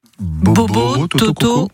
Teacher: vos lèvres, d'ailleurs, en fait, forment un arrondi plutôt serré, hein, voilà, presque comme on a la bouche en cul du poule. · Term: O dit fermé